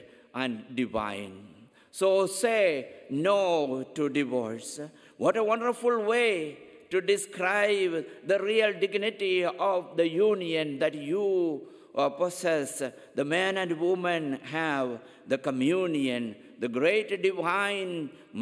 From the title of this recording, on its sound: Homily at 10 am Mass